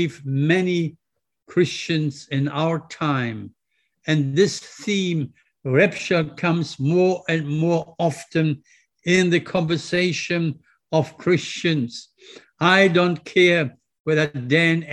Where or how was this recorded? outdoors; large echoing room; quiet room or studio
large echoing room